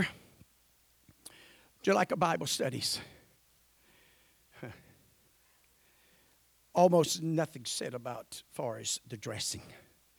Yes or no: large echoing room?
yes